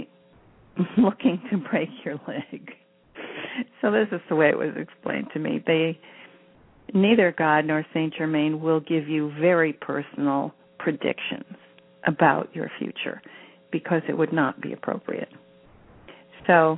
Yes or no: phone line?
yes